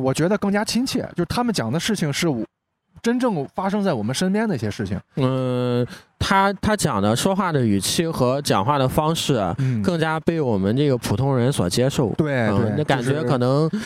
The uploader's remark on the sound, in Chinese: 录音地点：CCPARK一层广场